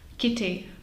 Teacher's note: Kitty s přídechem na T a krásným znělým T mají Britové.